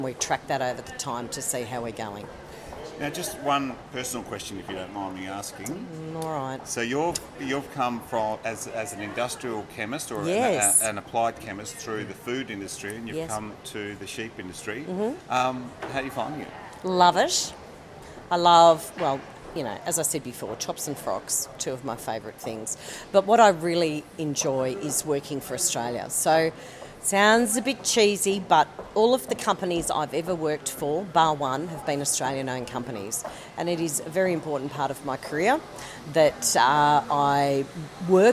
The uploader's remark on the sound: We also check in on the health of the sheep industry in SA at the GrowingSA conference near Adelaide.